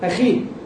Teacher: أخي هي تأخذ أدنى مراتب التفخيم